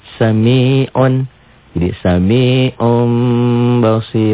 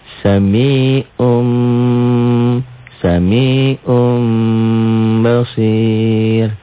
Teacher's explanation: Bunyi nun matinya berubah menjadi mim mati.